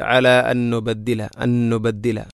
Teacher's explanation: അല അൻ നുബദ്ദില, ഇവിടെ അൻ സുക്കൂനുള്ള നൂനിന് ശേഷം വീണ്ടും നൂന്. അപ്പോൾ ഒന്നാമത്തെ നൂനിനെ രണ്ടാമത്തെ നൂനിലേക്ക് ഇദ്ഗാം ചെയ്യുന്നു. അത് അങ്ങനെ തന്നെയാണ് നമ്മൾ ഓതാറുള്ളത്.